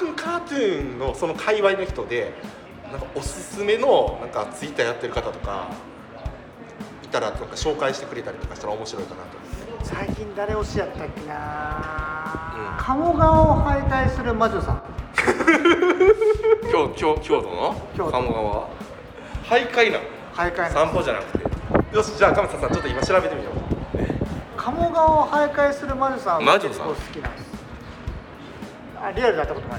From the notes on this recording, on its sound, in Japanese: 外録音の為、風の音と雑音多め